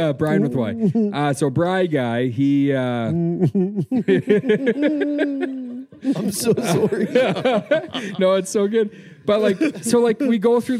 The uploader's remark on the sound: LIVE from Edmonton. In front of a live studio audience in Edmonton.